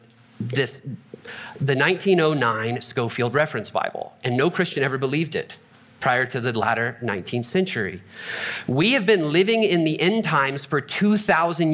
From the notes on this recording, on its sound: Trinity Anglican Church Littleton, CO